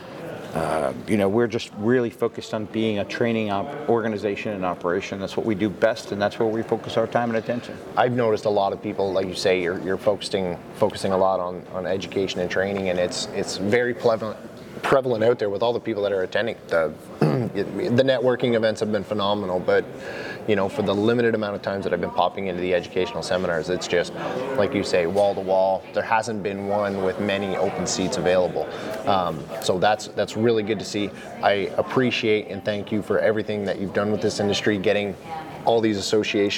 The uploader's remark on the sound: This episode of the fire sprinkler podcast was recorded live at the AFSA42 Conference/expo in Orlando Florida!